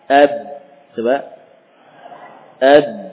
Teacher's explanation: Ba ini bibir atas dan bawah merapat. · Term: huruf ba